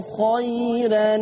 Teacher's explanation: عندنا ترقيق الراء لورش خيرا مع النقل